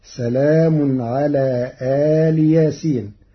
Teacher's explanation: قرأ ورش كلمة إل بفتح الهمزة ومدها وكسر اللام فهي كلمة مفصولة عن ياسين فتصير الجملة سلام على آل ياسين، على أن آل مضاف إلى ياسين.